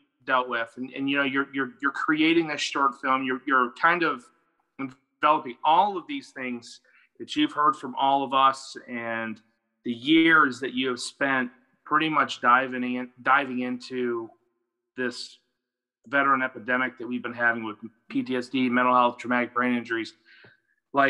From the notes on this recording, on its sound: Recorded on Zoom. Edited in Garage Band.